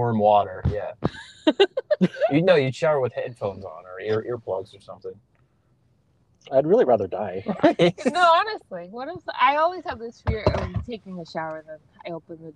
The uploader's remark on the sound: Audio is a work in progress, it'll get better I promise.